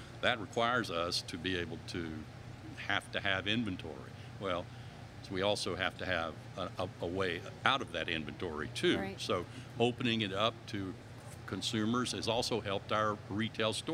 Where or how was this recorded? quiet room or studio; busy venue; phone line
busy venue